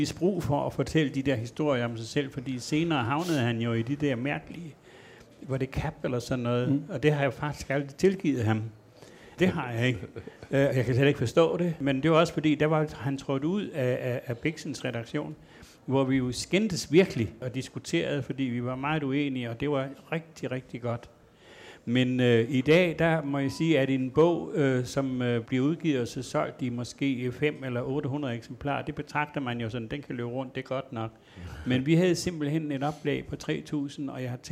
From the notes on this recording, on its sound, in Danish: Ronkedorerne var til lejligheden flyttet til foyeren i Københavns Hovedbibliotek med en oplagt publikum som tilhører.